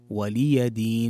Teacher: من الأخطاء الشائعة أن تقرأ ولي دين، ولي دين، والصحيح أن تحقق كسرة اللام في ولي وتوضح كذلك الياء، فتحة الياء، ولي دين، ليست ولي دين، ولي دين، ولي دين.